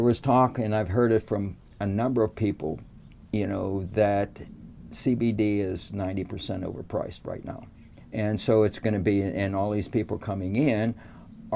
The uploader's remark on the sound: Recorder live in the “Hemp House on Wheels” in Blandon PA for the “Hemp Entrepreneur Podcast”.